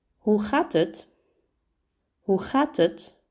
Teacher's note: We glue the het to the previous word, in this case, gaat. And we, yeah, so we make it an ut. · But in real life, we don't say het. No, why should we? we say ut.